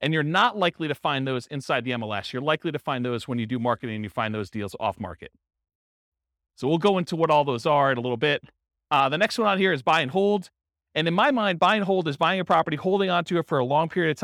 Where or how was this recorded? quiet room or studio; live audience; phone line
live audience